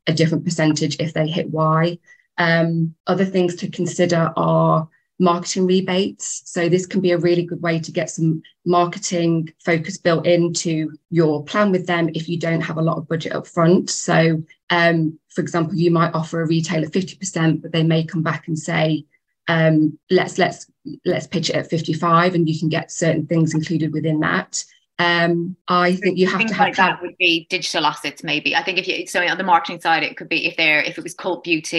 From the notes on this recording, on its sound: A recording of a live webinar.